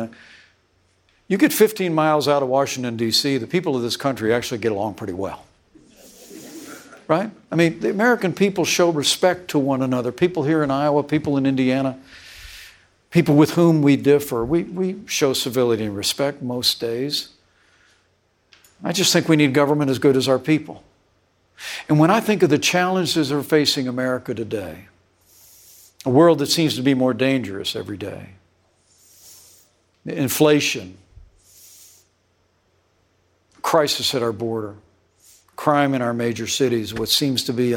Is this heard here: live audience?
yes